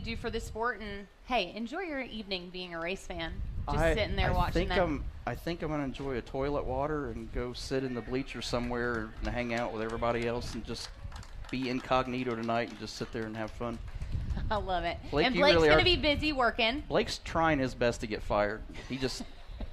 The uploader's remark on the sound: Live from The Kings Royal. It's night two of Winged Nation, Live at Eldora Speedway.